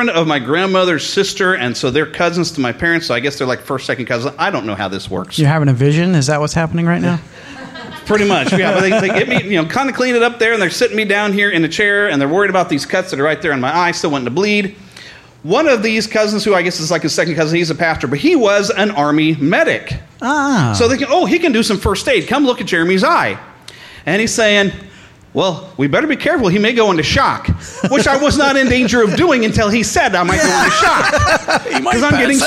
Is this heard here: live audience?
yes